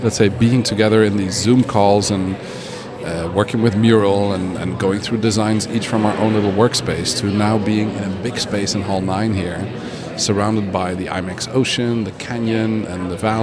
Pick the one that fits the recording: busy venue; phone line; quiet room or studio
busy venue